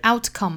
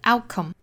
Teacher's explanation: out 中间的 t 的发音我们憋住哈 · Shown in: second take